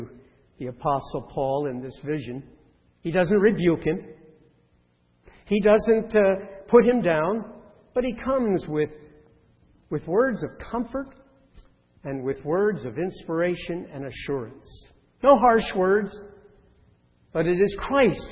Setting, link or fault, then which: setting, large echoing room